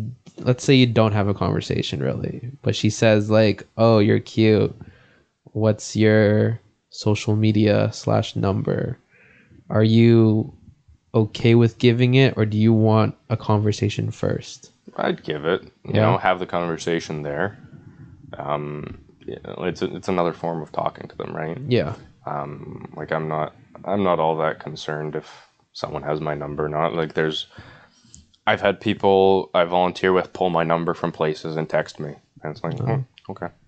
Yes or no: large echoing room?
no